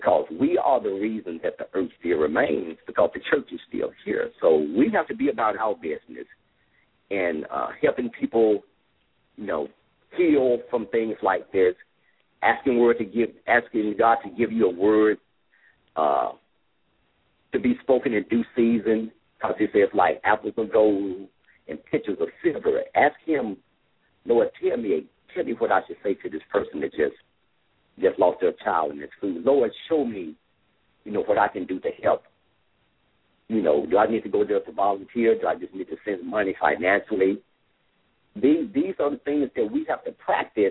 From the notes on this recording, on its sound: LML uses a progressive live call in format.